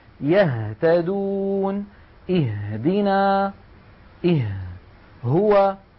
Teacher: فالهمزة والهاء تخرج من أبعد منطقة من الحلق، وقد سماها العلماء كما رأينا أقصى الحلق.